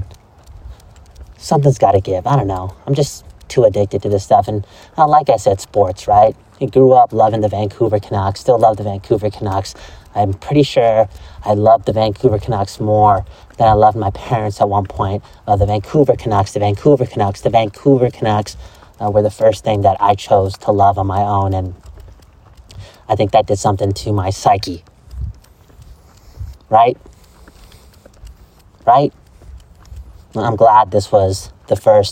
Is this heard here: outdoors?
yes